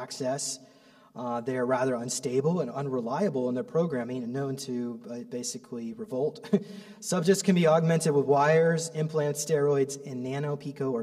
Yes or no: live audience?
yes